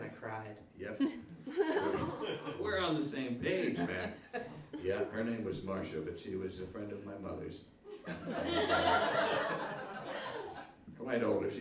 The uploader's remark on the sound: live show, presented as part of the 2013 Gotham Storytelling Festival